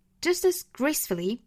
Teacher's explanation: just 和 as 做连读是 just as 这两个词都要做弱读所以都是 schwa sound